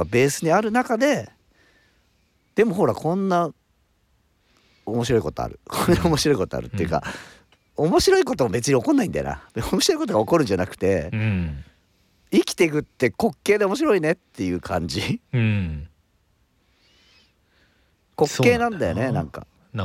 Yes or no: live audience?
no